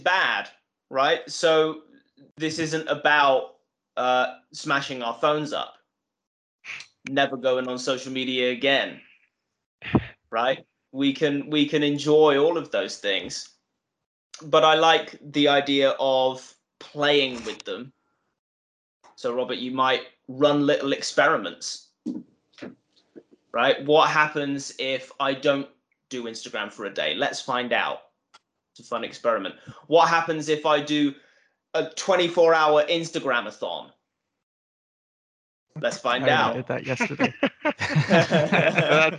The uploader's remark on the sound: skype calls